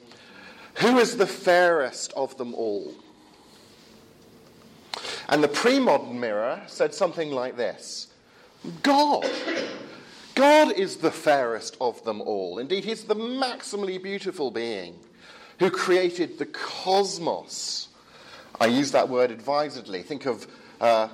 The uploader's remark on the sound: Edited lecture and Q&A time from the 'Advanced Apologetics Network' at the European Leadership Forum 2017.